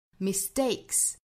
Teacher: Everyone makes mistakes.这半句呢我们注意有一个词哈，就是后面的 mistakes。这个词的重音在第二音节，应该是的大 mistakes。那还有一点就是 miss 这个词的后面的清辅音呢，我们可以把它做不送气处理。mistakes,发成一个类似于的的发音。mistakes,mistakes,当然我们也可以留二长气发 mistakes,这种发音我们也是听到过的。